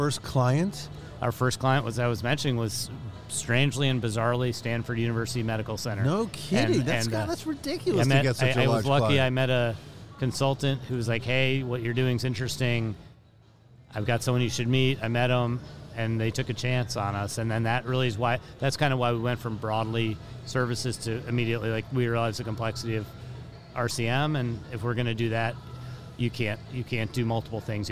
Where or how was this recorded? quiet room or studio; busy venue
busy venue